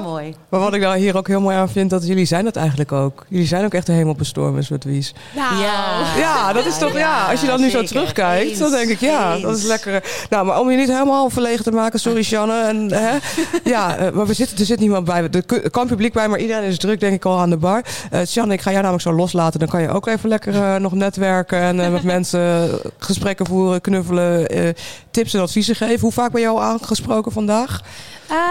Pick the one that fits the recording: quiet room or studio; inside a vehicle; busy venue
busy venue